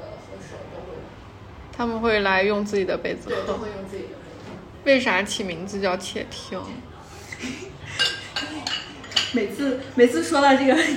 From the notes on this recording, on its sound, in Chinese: 这期老街咖啡馆我们是在位于太阳庙门的“且停”咖啡馆录制的。咖啡店旁有一棵大大的葡萄树还有一院子猫咪朋友。